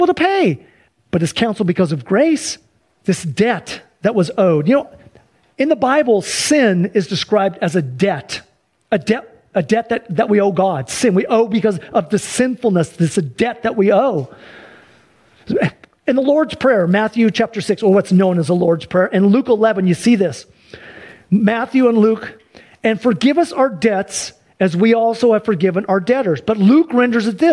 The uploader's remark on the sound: Sunday church service livestream